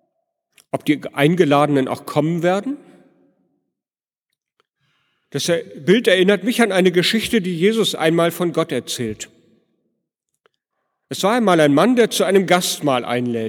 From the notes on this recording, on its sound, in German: Predigt am Heiligenabend in der Martin-Luther-Kirche, Detmold.